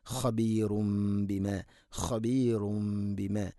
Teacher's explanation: ശേഷം ബാ വന്നാൽ ഇഖ്ലാബ്, തൻവീനിനെ മീമാക്കി മാറ്റണം. ഖബീറും ബിമ, ഖബീറും ബിമ, വല്ലാഹു ഖബീറും ബിമ തഅമലൂൻ, മണിച്ചുകൊണ്ട് ഉച്ചരിക്കണം.